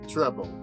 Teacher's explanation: esse final de palavra ele vai terminar mais com o som do L do que com o som do E em si